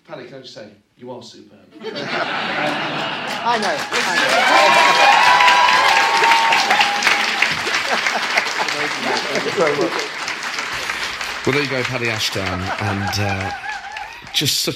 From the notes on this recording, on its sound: joined on stage this month